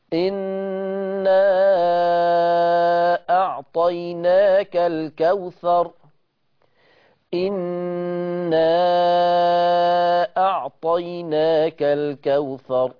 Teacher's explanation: هذا من طريق الشاطبية بالمد المنفصل 4 حركات. أما من طريق المصباح فسيكون بمقدار حركتين فقط القصر.